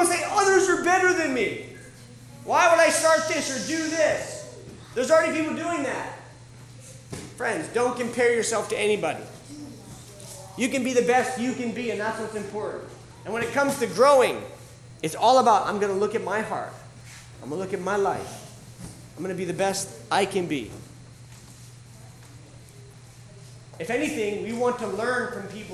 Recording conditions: live audience